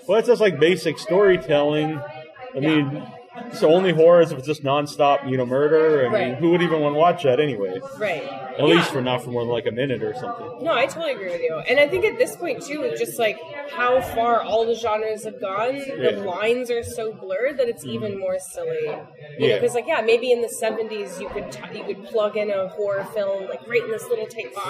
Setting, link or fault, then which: setting, busy venue